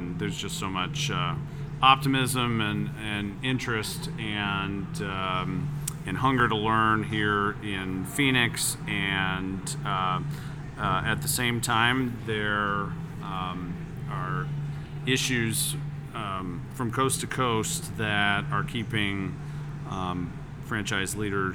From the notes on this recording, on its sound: Franchise Leaders at IFA 2024 Part 1. Live at IFA 2024.